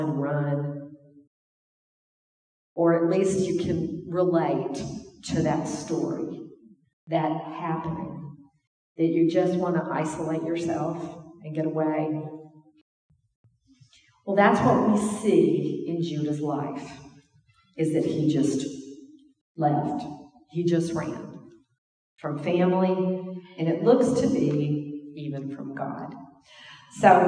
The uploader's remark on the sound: This is an audio sermon recorded at the Portland Church in Portland, OR.